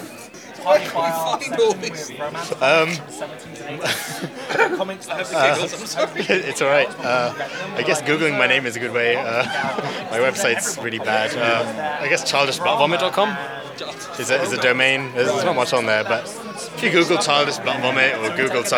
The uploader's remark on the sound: I went along to the Crouch End Cartoon Arts Festival 2015 and spoke to the people there